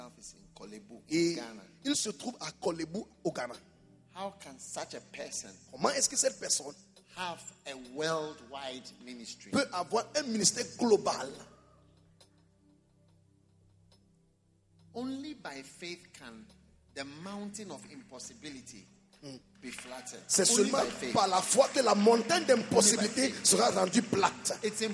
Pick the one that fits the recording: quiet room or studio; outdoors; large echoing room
large echoing room